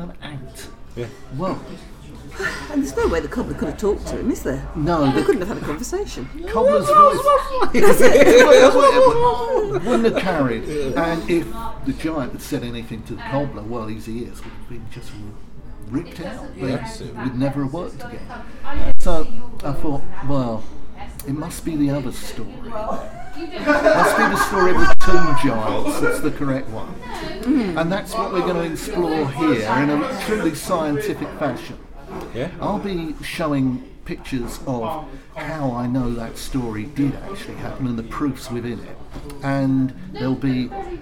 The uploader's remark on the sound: Thank you to the Shrewsbury Coffee House for letting us record downstairs in their great cafe, it made for a brilliant atmospheric show.